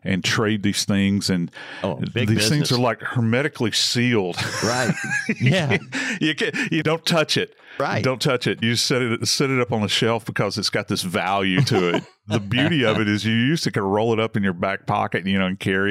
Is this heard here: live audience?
no